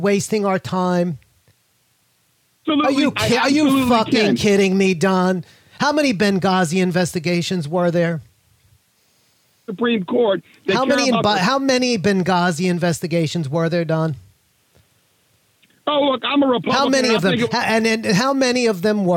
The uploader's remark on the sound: called in to my SiriusXM show